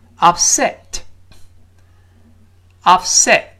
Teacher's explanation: 那么 upset，注意，重音一定在第二个音节